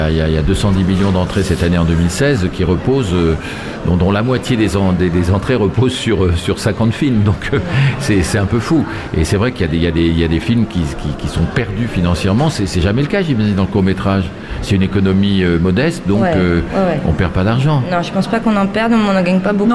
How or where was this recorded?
busy venue